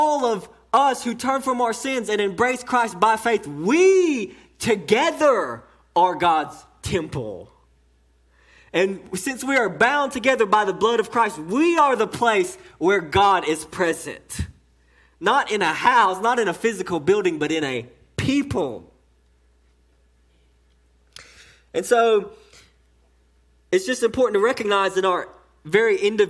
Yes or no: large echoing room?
yes